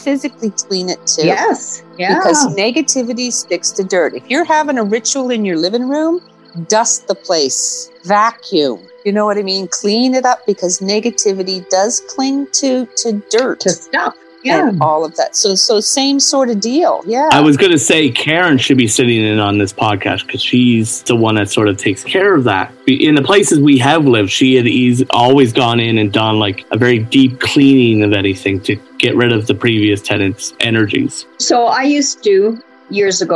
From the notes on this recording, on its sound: The three Witches and a Druid sit around the Zoom table with hot beverages